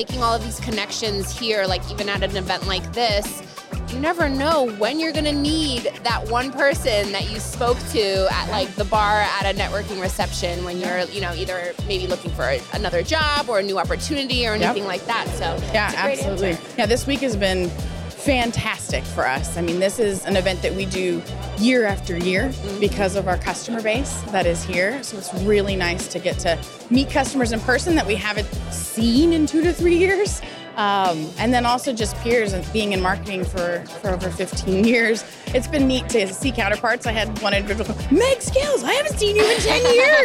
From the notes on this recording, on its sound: We decided to spin things up on the show floor at our latest B2BMX event in Scottsdale, Ariz. At our recording booth on the show floor, we brought a delightful little wheel for the attendees and guests to spin.